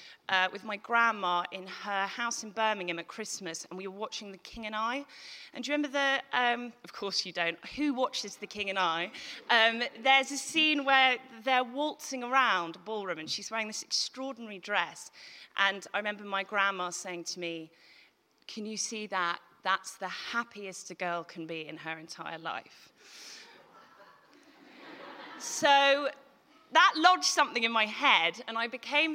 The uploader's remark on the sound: Recorded at The Tabernacle on March 2018.